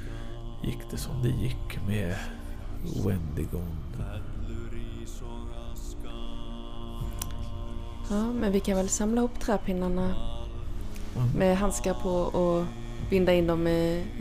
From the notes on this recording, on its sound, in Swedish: Det här avsnittet spelades in under vår liveträff i januari 2023. Det gör att du får höra lite mer bakgrundsljud och prat i munnen på varandra än vanligt, men du får också mer gemytlig stämning och runt-bordet-känsla.